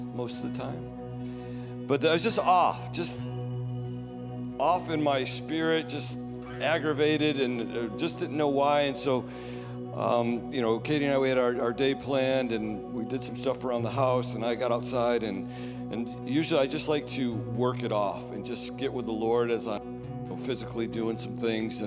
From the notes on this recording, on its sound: Sunday Service Recording